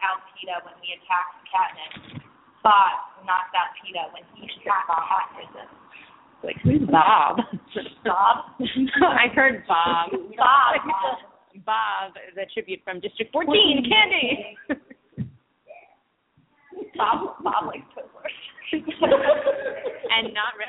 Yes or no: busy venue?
yes